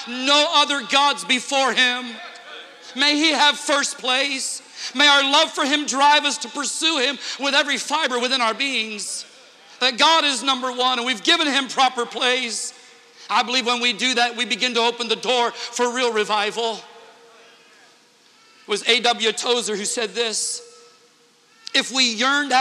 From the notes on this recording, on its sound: Interchurch Holiness Convention Dayton, OH 2009